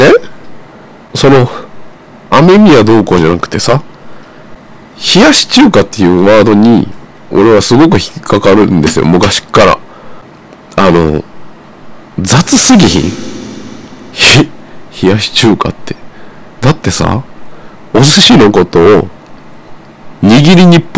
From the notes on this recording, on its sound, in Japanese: 全体的にお聞き苦しい回。